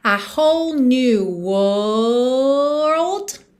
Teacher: Aqui o segredo é você sustentar a vogal e deixar para fazer aquela finalização de RLD no final.